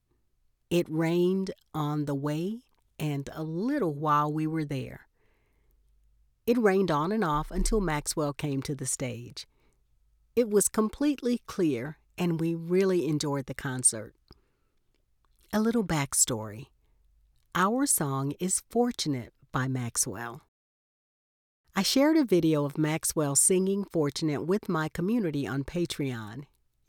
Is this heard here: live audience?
no